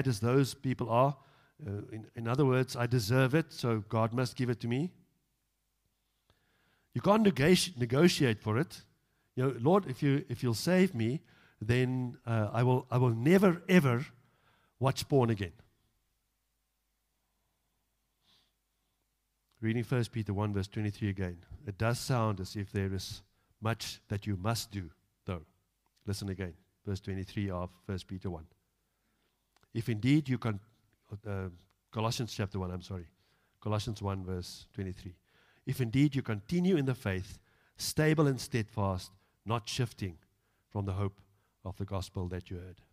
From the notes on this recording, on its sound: Evening Worship Service - 10 July 2022